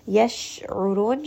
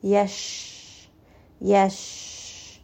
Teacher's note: sheen has tafashi, meaning the sound will spread just a little bit when you say this letter